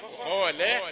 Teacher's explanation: قاف مفخمه وبعدين لام مرققه